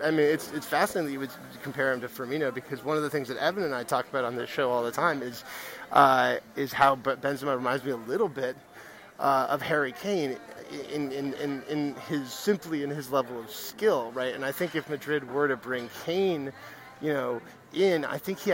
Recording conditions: busy venue